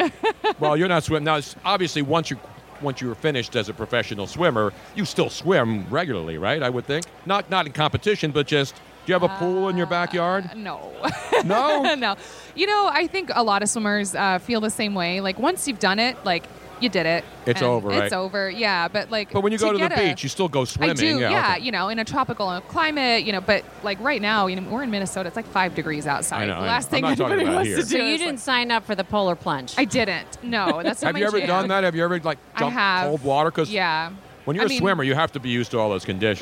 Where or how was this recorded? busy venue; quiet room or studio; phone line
busy venue